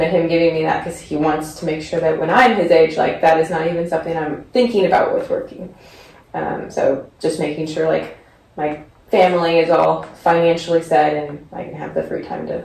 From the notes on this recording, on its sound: We had some trouble with the audio recording on this episode